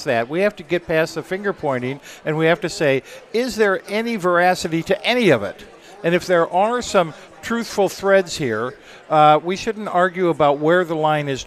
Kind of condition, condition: setting, busy venue